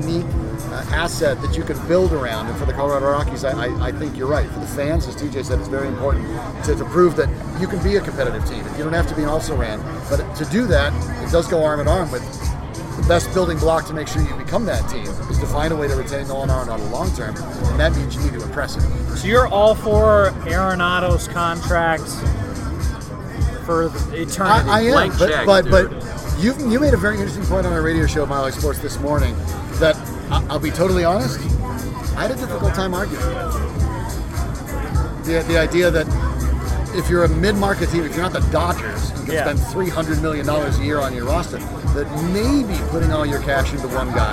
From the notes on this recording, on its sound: While recording live at Tap XIV.